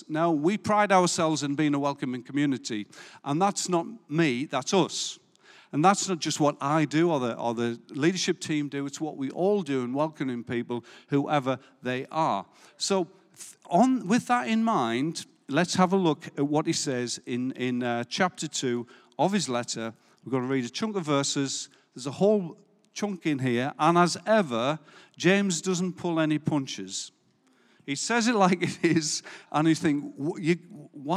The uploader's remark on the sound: Recorded live at Life Church Lancashire on the 26th June 2022